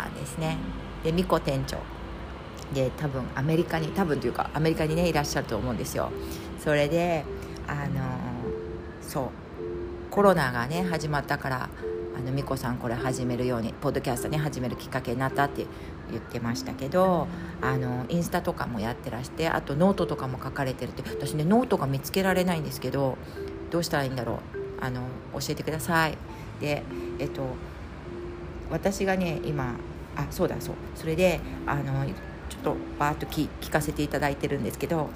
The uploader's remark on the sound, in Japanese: クルマ、雨の雑音、生活感満載お聞き苦しかったらごめんなさい